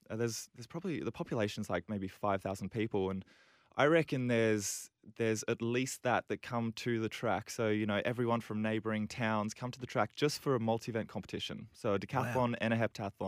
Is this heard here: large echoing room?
no